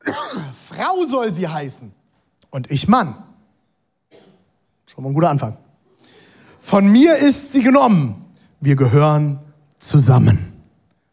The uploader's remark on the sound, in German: Zeal Church Leipzig. Audiomitschnitt der Predigt.